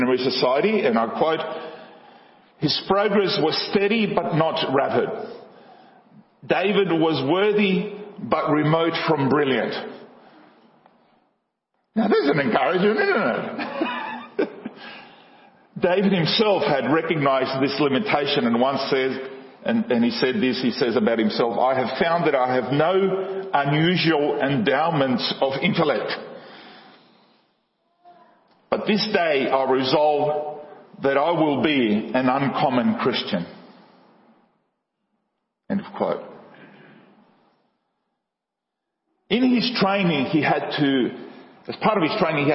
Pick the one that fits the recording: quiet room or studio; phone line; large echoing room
large echoing room